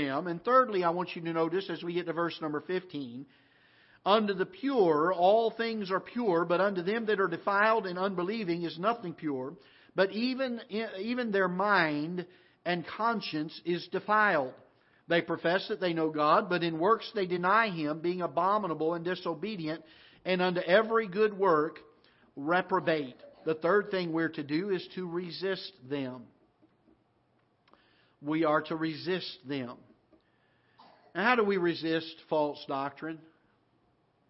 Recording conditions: large echoing room